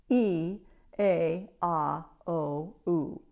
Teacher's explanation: the lips play a part in forming vowels. They're somewhat lateral on E and A, somewhat neutral on A, and they round for O and U. · Term: five primary vowels